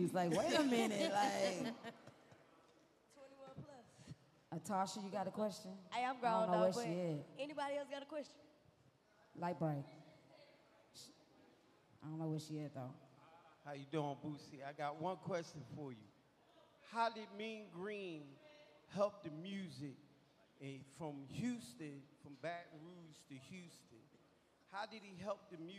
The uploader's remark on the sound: Podcast Live Experience